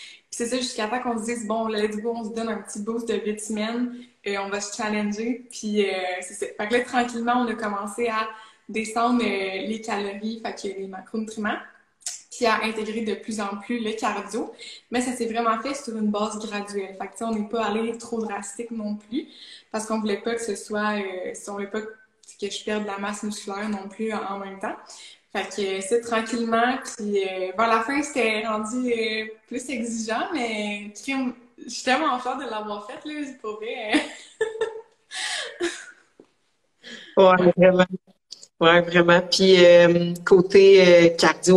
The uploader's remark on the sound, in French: je repartage sur le podcast le live Instagram